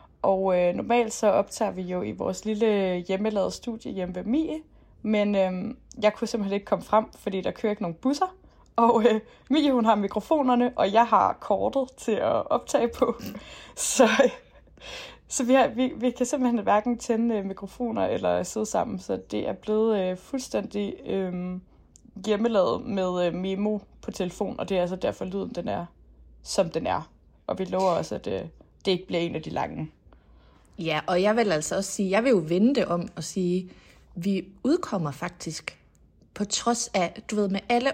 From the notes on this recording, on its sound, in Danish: Så selvom vi begge var sneede mere eller mindre inde og ikke kunne mødes fysisk, har vi bikset en lille podcast sammen til jer optaget på memo-appen på vores telefon.